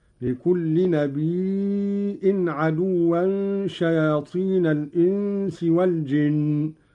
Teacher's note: قرأ قالون بهمز الياء من النبأ وهو الخبر: لكل نبي عدوا شياطين الإنس والجن، ويصير عنده مدا متصلا.